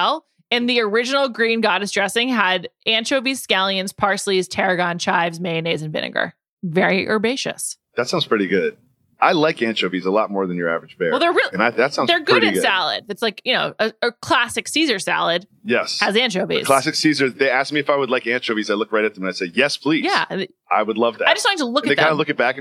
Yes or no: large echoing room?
no